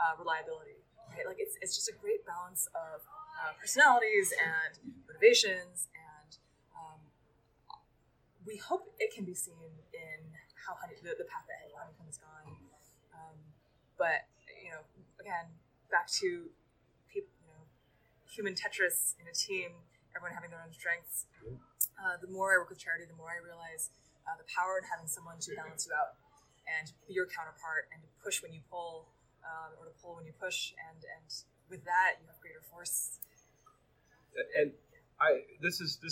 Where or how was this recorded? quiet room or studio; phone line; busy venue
busy venue